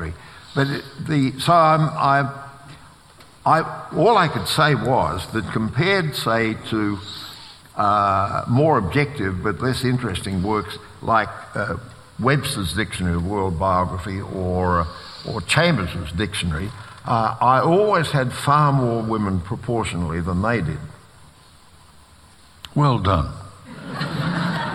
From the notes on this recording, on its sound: This is a live recording from our event.